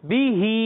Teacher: اب یہاں صرف با کو نہیں کھینچنا ہا کو کھینچنا ہے پہلے والے میں ہا کو نہیں کھینچ رہے تھے یہاں بھی · Term: کھڑی حرکات